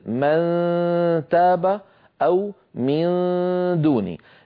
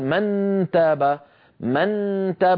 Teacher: لاحظوا بأن طرف اللسان قريب من الحنك من منبت الأسنان العليا لكنه لا يلامسها · Shown in: first take · ما في تلامس ولا في إقفال للمخرج، يعني ما في قرع. هي بالعبارة الأخرى نقول ما في قرع، ما نقول من تاب هذا كأن النون قد ظهرت، هذا ما يصح. · Term: إخفاء النون، إخفاء